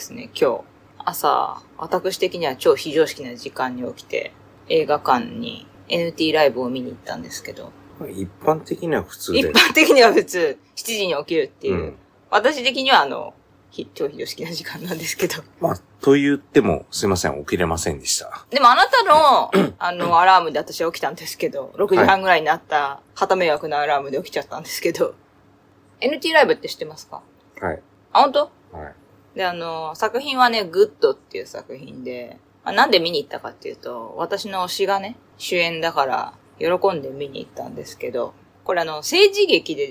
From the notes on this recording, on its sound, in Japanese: 機材・設定： iPhone13「ステレオマイク」アプリ／iPhone マイク-前面（Cardioid）／ファイル形式 PCM44.1kHz 32bit Float。